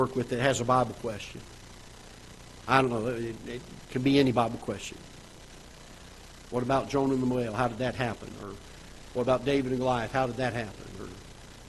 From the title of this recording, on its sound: Ketha Heights Baptist Church ~ Live Broadcast